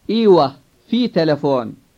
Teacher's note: the tone of the word fi will fall rather than rise, because it is in a statement, not in a question